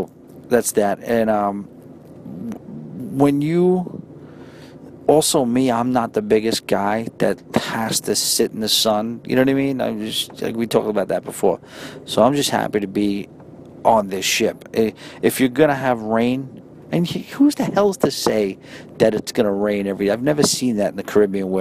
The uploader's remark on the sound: Records a quick episode from the train.